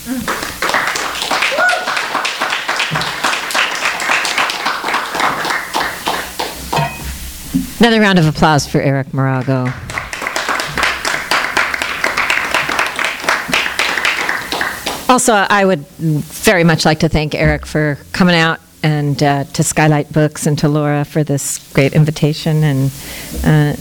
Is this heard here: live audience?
yes